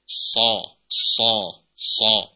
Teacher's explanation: Nah, tebalnya huruf shad itu karena adanya sifat isti'la dan juga sifat itbaq pada huruf shad, yaitu suara pada huruf shad itu naik atau diarahkan ke langit-langit mulut. Pangkal lidah naik, itu lidah, bagian lidah yang dekat tenggorokan itu ya.